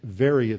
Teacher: The B is a soft B like a V.